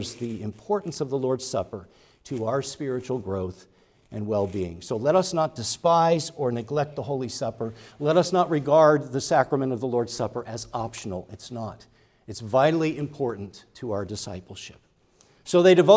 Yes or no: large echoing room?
yes